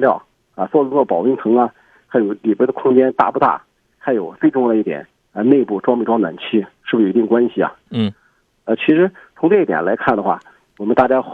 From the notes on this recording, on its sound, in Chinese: 节目现场联系汽车专家、鉴定专家、车主、4S店负责人